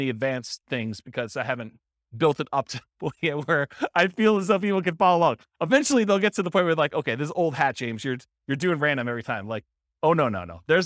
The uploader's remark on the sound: This was a live class recorded